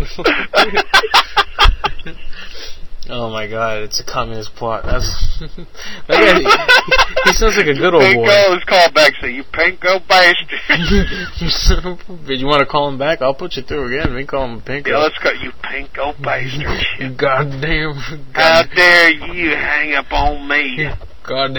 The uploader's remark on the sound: "Madhouse 090805b" from archive.org was assembled into the "RBCP's Personal Prank Phone Calls Collection" podcast by Fourble.